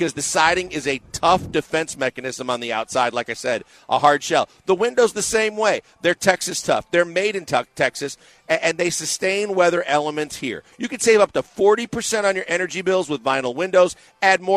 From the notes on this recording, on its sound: LIVE from The Decoy!